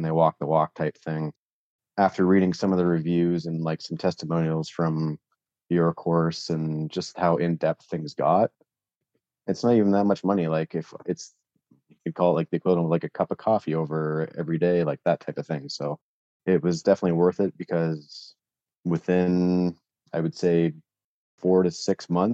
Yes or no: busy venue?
no